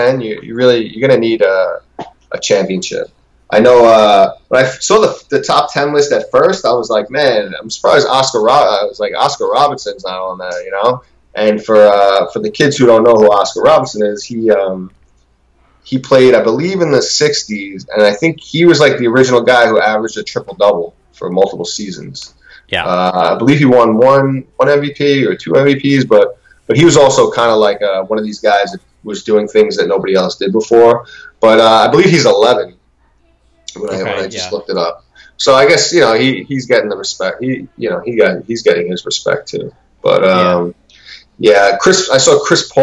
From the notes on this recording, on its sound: Please bare with us through some recording difficulties.